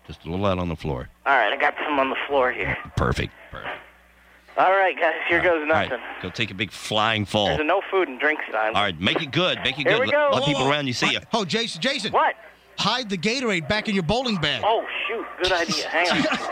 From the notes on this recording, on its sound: Prank Phone Calls